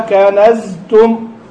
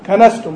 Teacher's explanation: لذلك لما واحد مثلا يقول هذا ما كنزتم، لو ما حرص على اظهار هذا الجهر اللي في الزاي يطلع كلمه ثانيه خالص · Shown in: first take